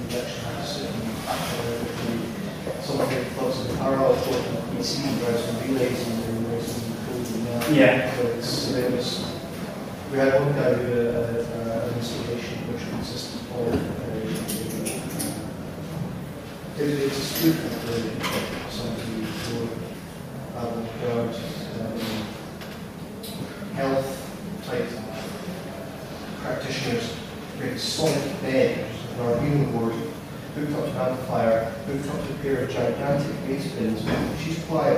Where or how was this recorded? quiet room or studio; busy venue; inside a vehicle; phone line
busy venue